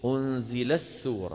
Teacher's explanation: أنزلت لت، بعد ما تقول لت بدك تقول سو، ثقيلة ثقيلة. لذلك من القراء من يدغم التاء في السين